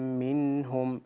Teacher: أخيرا كلمة منهم، سكن النون ولا تقلقلها